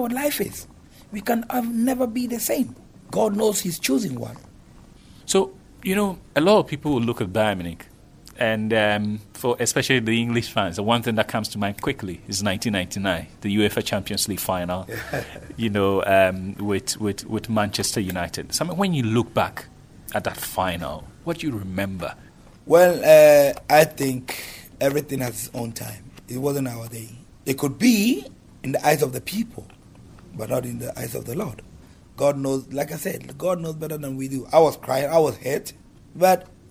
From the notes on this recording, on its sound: This week’s show comes to you from the Amex Stadium in Brighton in the UK